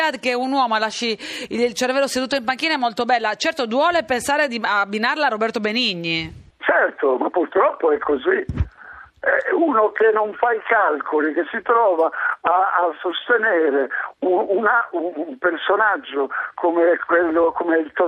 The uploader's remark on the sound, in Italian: L'ospite in studio. Al telefono.